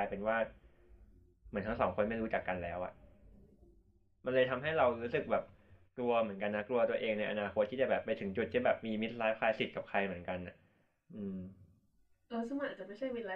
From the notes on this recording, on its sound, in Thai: ต้องขออภัยเป็นอย่างสูง หากคุณภาพเสียงจะแย่มากๆ เนื่อจากมีความผิดพลาดทางเทคนิคเล็กน้อย